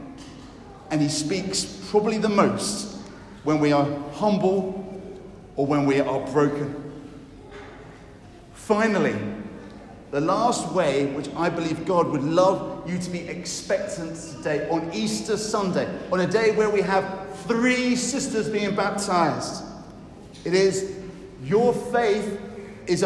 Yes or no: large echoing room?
yes